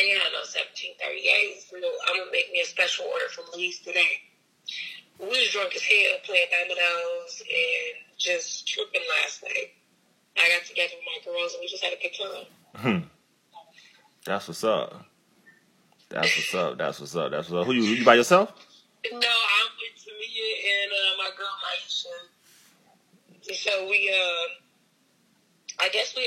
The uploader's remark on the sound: Phone in episode.